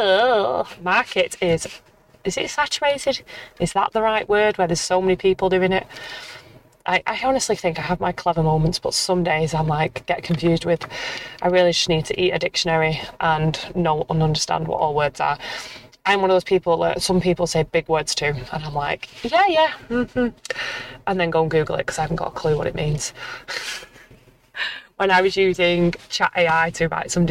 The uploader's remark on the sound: Throughout the episode, I'll be sharing my thoughts and experiences while driving through traffic